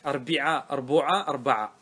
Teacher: مثلث العين يعني تنطق العين بالحركات الثلاثة كسرة وضمة وفتحة، أفعلاء أفعلاء أفعلاء، ومثاله كلمة واحدة أربعاء. · Term: بالتثليث